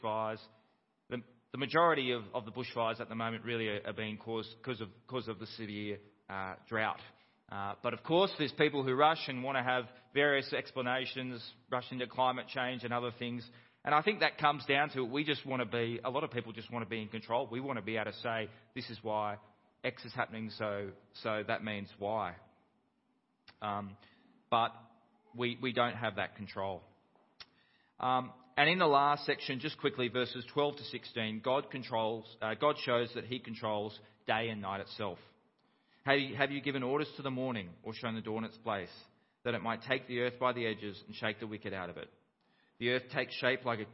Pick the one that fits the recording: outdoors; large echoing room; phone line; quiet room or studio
large echoing room